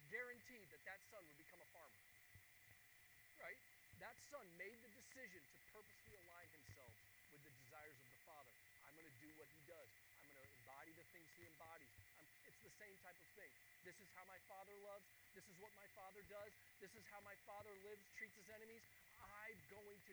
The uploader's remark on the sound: Sunday Morning Sermon Audio (audio corrupted).